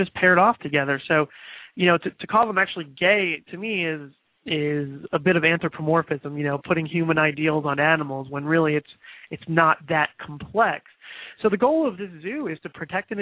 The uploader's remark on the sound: takes your calls live